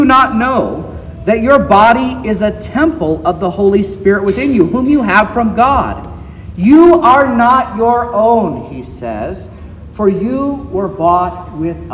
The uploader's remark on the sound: This is the sermon preached at Trinity Lutheran Church in Vallonia, Indiana, on Sunday, July 23rd, 2023, which was the 7th Sunday after Trinity.